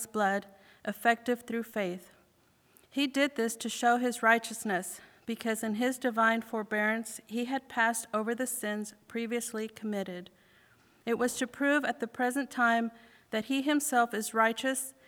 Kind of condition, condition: setting, large echoing room